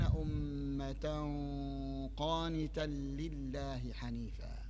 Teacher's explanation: والقاف مفخم بتطلع الغنة مفخم بتطلع الغنة لكن الفم إلى الشفتين وإلى الفم أقرب من القاف · Term: الإخفاء